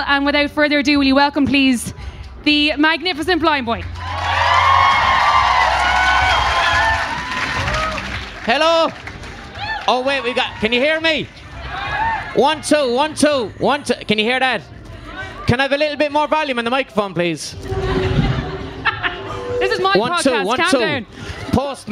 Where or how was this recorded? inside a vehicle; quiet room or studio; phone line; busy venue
busy venue